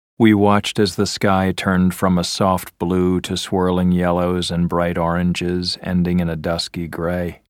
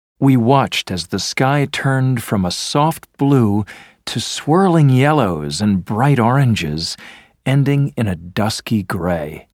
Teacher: you probably found it boring to listen to because it was spoken in a monotone · Shown in: first take